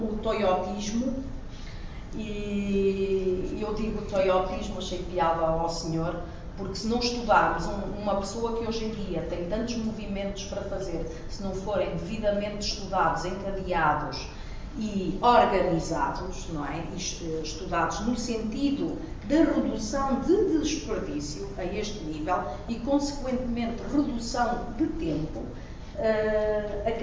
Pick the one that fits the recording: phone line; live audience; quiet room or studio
live audience